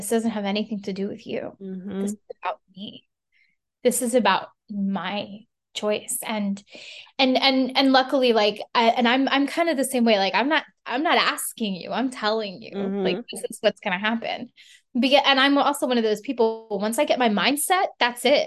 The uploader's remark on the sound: This podcast was recorded via Zoom.